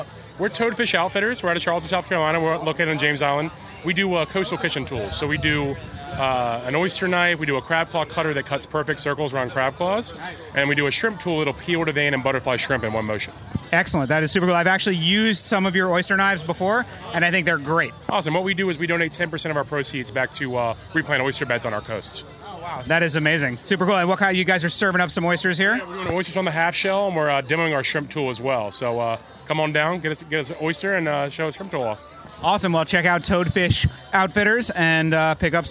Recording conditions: busy venue